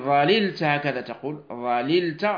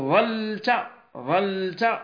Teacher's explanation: إذا قلت ظللت فقد أتيت بالحرفين كما هما، وفككت وجوبا، لا يجوز لك أن تقول ظلت، لغة رديئة عند بعض العرب يقول ظلت، نعم، ولكن ظللت هكذا تقول، ظللت بالفك، ومسوغ الفك موجبه هو اتصال الفعل بهذه التاء، تاء الضمير. ويجوز لك أن تخفف فتحذف اللام الثانية وتنقل حركة اللام الأولى إلى الظاء · Shown in: second take · فتقول ظلت، ظلت بإسكان اللام.